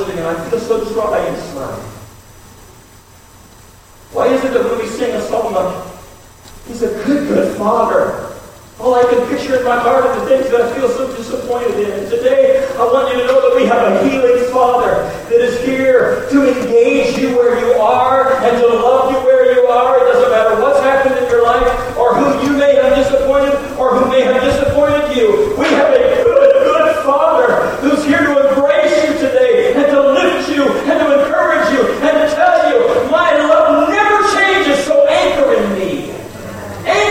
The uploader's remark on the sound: We apologize for the audio issues we have been having.